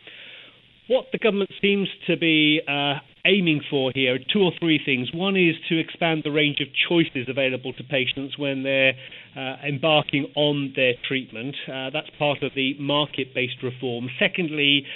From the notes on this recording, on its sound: From the Karolinska Institutet in Sweden joins us on the phone to discuss his research.